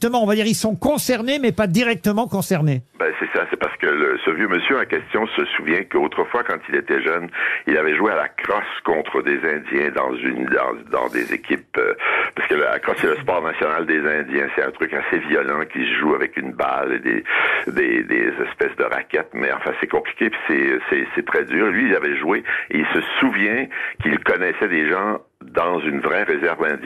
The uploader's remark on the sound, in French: était au téléphone des Grosses Têtes ce 21 novembre.